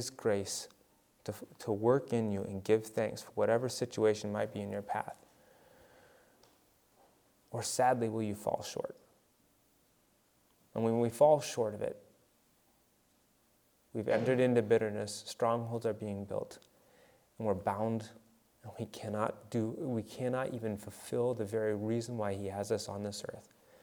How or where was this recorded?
large echoing room